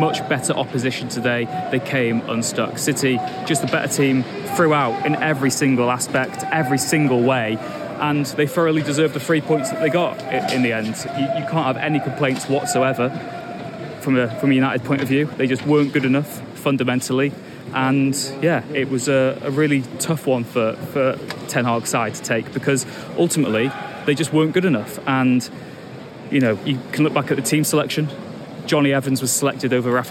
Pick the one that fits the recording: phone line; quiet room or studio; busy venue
busy venue